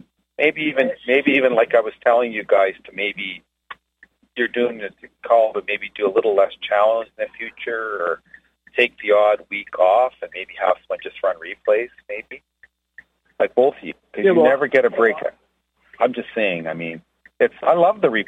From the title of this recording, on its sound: Conference Call LIVE, June 15, 2022